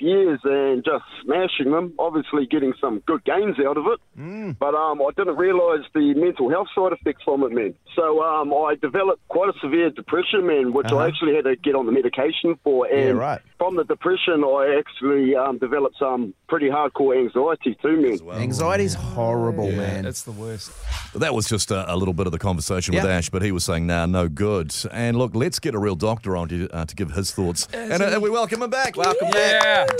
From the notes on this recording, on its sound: We were joined on the phone by friend of the show